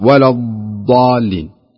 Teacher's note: أهم شيء اللسان لا يخرج من الأسنان ويكون هناك شيء من الاستطالة. الاستطالة مقصود فيها أن يمتد اللسان يمتد اللسان على الأضراس. يمتد اللسان على الأضراس ويكون مشدود لأنه حرف استعلاء.